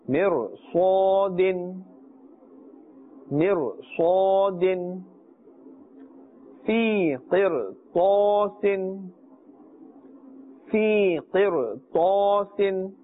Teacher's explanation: that raw sakin, will be pronounced in a thick tone, a full mouth as well.